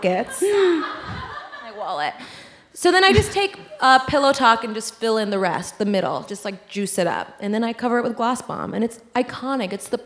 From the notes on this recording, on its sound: Glowing Up LIVE from San Francisco!!! On the third and final stop of their Sephora tour.